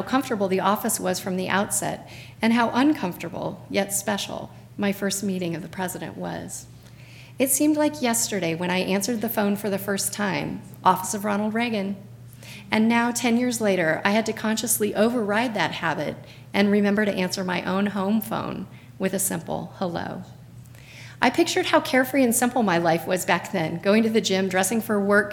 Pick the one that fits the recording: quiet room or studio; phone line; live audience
live audience